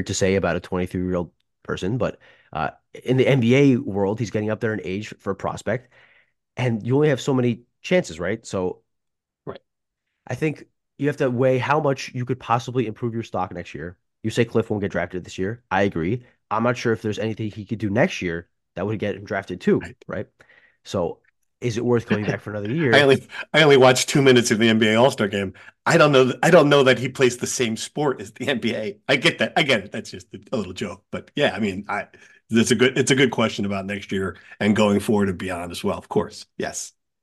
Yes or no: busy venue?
no